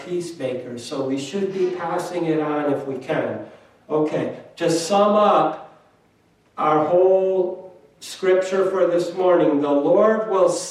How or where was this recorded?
large echoing room